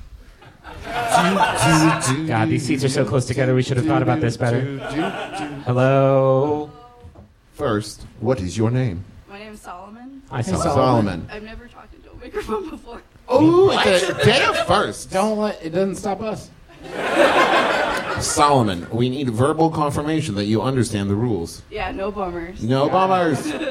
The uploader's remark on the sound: We're live once again from MaxFunCon 2015 in beautiful Lake Arrowhead! We and the audience enjoyed a nice leisurely Sunday morning show.